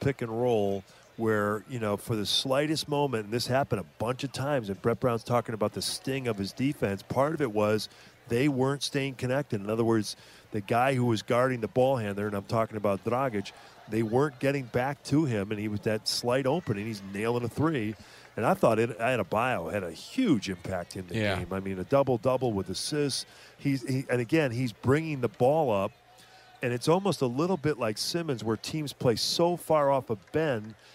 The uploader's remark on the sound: postgame press conference